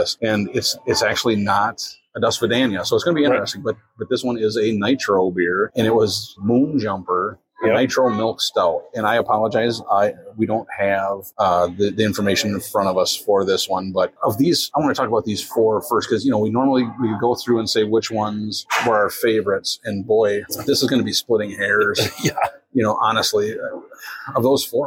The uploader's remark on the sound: On Location - Destihl Brewing - Normal, IL. This week we are on location in Normal, IL at Destihl Brewing.